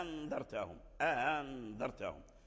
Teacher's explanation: نصفها ألف ونصفها همزة، تليينها، تسهيلها تليينها، حتى يعني حتى لا تبقى نبرتها القوية · Term: التسهيل